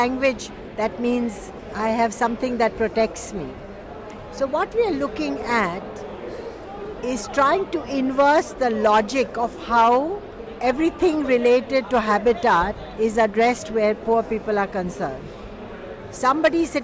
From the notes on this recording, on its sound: Live from COP 27. We hear from a range of experts that we caught up with at the COP floor.